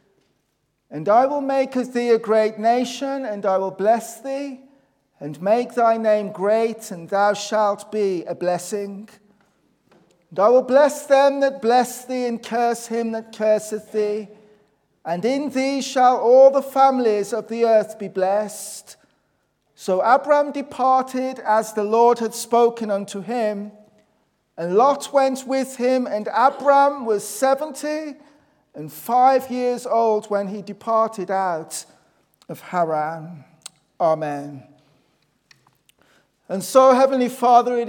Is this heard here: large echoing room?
yes